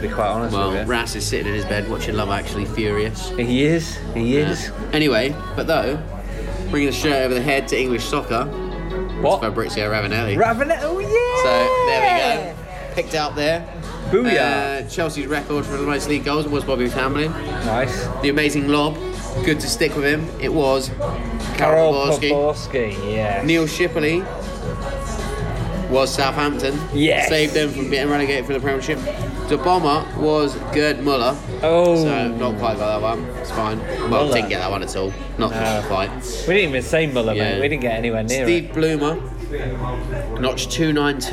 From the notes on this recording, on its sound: Although he does phone in to help with an email we received. In the pub.